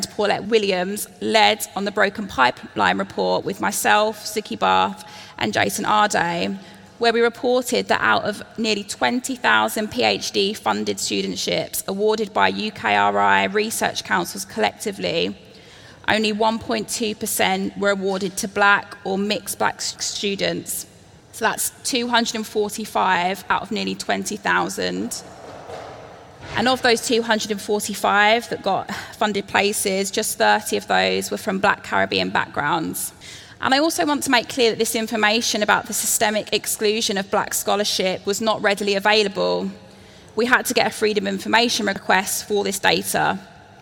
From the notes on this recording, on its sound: This is a keynote conversation hosted by the Identities journal and the British Library.